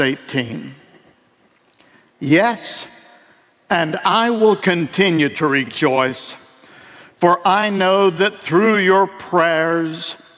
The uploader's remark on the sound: Delivered at World Outreach Church in Murfreesboro, TN.